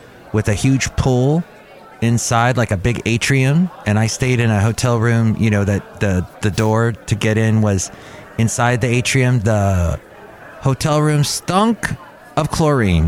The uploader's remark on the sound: live from Cafe Anyway